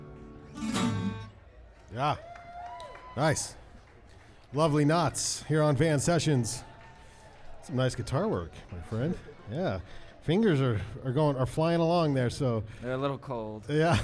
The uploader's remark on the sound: Van Sessions at The Monarch. As recorded LIVE at The Monarch Building in the heart of Ogden’s Nine Rails Arts District , this is a four-song acoustic set.